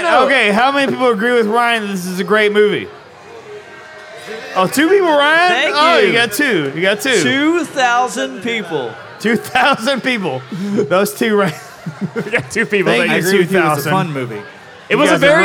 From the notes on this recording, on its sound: LIVE FROM CRYING EAGLE. Listen in to our very first live podcast recorded at Crying Eagle Brewing on Friday, October 13th. Listener beware: we were definitely over-served in this one.